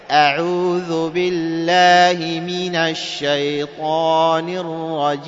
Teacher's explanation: هنا لفظ الهمزة أن تكون مرققة